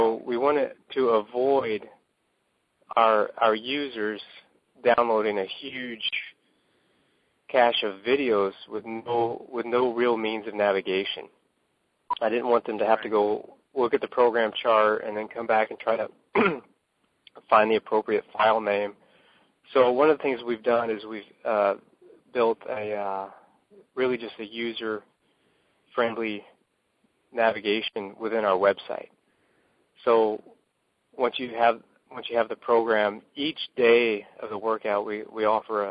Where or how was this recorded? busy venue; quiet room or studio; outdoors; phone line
phone line